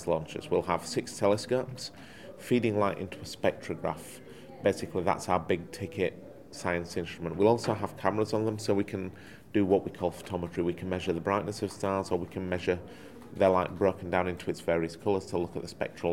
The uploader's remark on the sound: We caught up at the Australian Space Research Conference